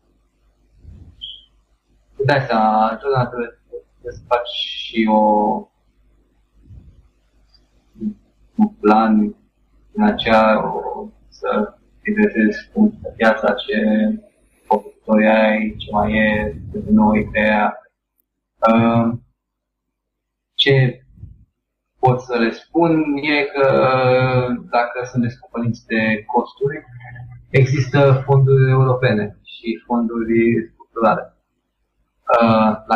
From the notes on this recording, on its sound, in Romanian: Editarea audio a fost (inca o data) un cosmar; serviciul care m-a salvat a fost Auphonic, pentru a aduce la acelasi nivel cele 2 track-uri audio salvate cu MP3 Skype recorder.